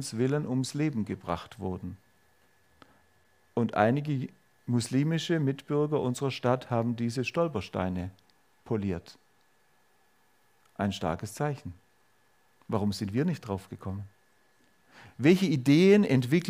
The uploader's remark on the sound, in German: Predigt der FeG Augsburg-Mitte. Freie evangelische Gemeinde Augsburg-Mitte. Ulrichsgasse 1-3. 86150 Augsburg.